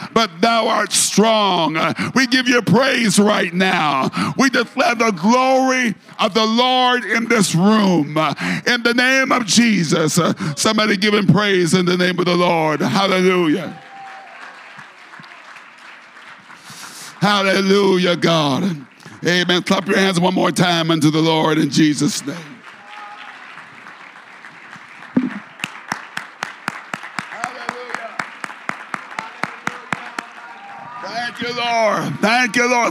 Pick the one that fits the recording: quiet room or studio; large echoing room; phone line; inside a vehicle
large echoing room